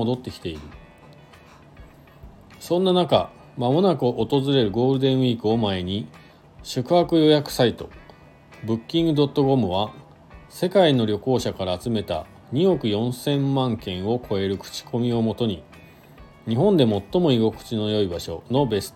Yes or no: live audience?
no